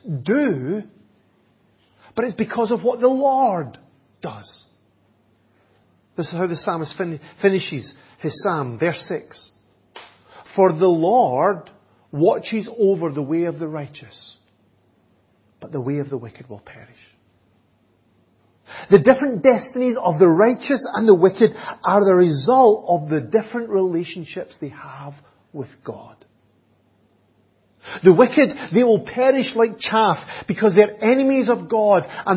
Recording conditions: large echoing room